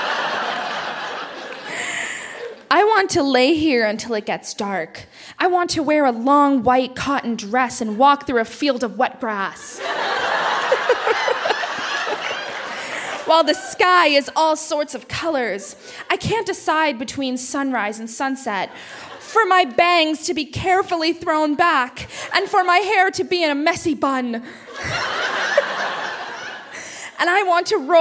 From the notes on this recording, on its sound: Recorded live at the Royal Cinema in Toronto in partnership with The Word on the Street Festival.